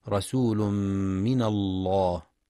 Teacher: وفي قوله سبحانه رسول من الله يتلو صحفا مطهرة ينتبه القارئ لإدغام التنوين في الميم، رسول من إدغام بغنة، ولتغليظ لام لفظ الجلالة رسول من الله لأن ما قبلها مفتوح